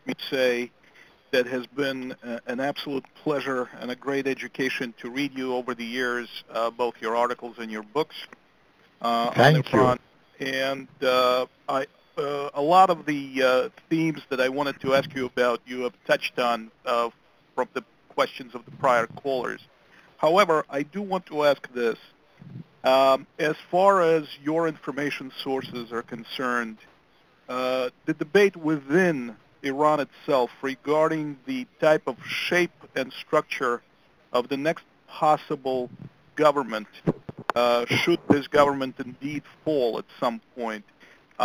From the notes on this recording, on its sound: briefed the Middle East Forum in a conference call